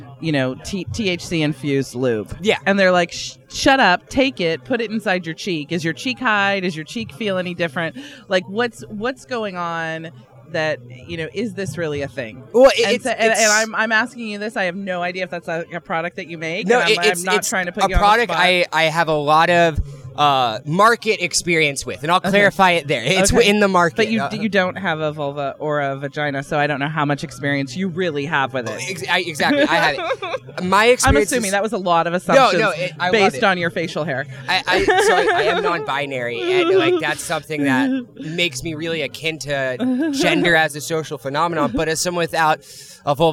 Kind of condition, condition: setting, busy venue